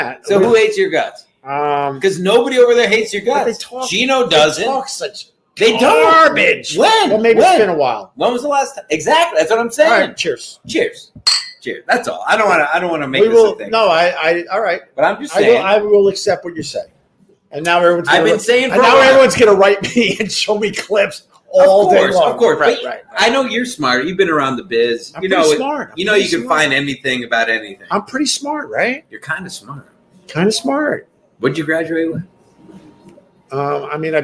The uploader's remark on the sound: Recorded at Tuesdays at Gebhards